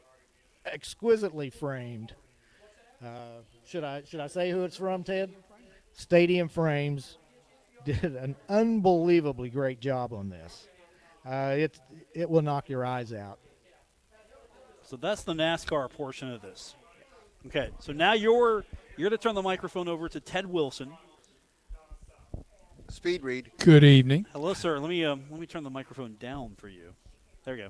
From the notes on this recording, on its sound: Live from The Union Pub and Grill